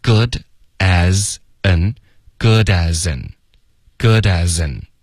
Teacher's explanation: good asan，这里都连读了